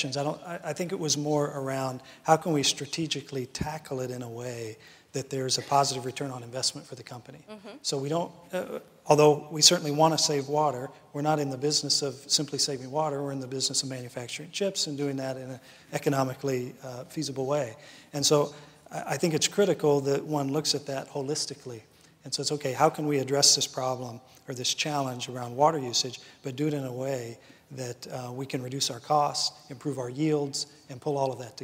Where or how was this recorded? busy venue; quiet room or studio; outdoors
busy venue